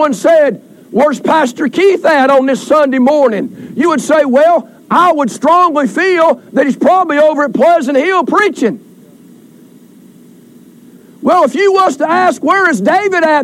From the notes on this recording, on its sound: Recorded during Family Day outdoor service.